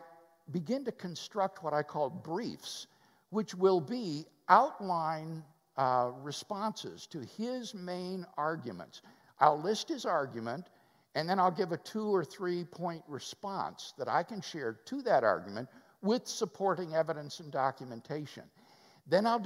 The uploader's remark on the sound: Live at West University Baptist Church. Interviewed by the church staff during Sunday morning worship at West University Baptist Church in Houston Texas.